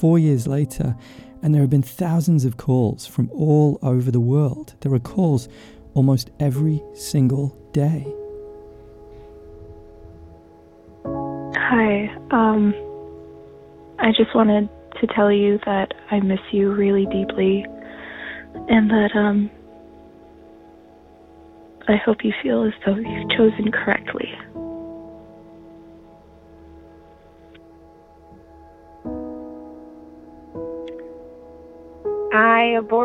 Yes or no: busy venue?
no